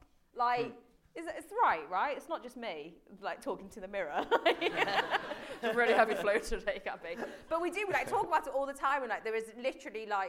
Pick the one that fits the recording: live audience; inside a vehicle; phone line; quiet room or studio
live audience